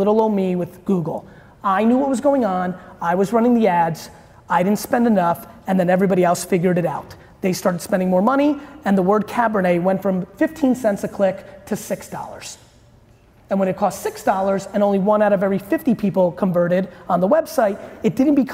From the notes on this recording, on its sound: you get a throwback clip today from a keynote